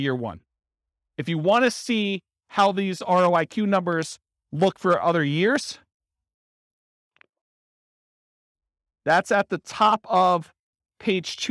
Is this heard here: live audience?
yes